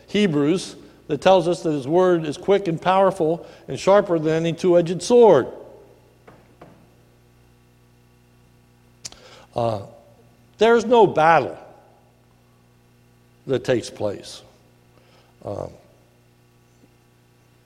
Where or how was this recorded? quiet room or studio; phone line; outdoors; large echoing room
large echoing room